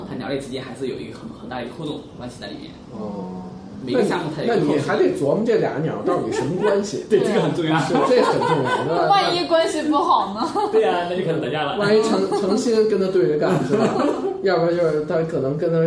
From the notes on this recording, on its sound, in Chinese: 本期节目为在张大妈办公区用录音笔录制，可能有街道上的杂音，请见谅。